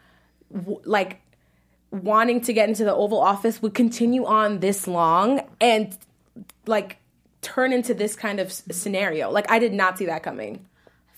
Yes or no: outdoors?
no